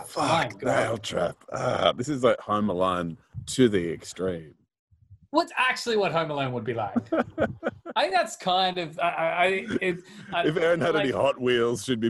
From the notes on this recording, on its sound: Separate but together (via Zoom)